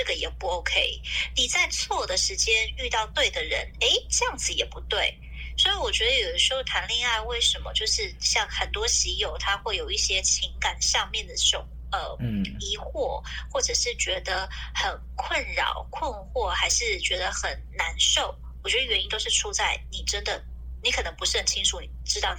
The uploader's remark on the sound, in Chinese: LA連線錄音 在家錄音。需要支持才能再進錄音室。音質請見諒。